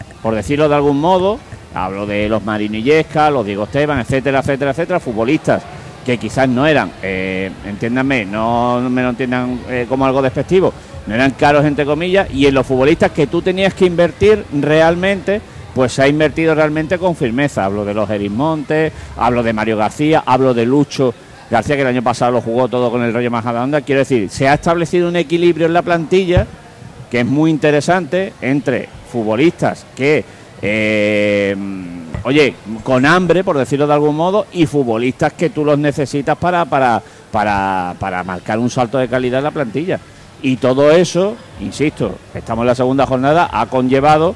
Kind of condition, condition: setting, busy venue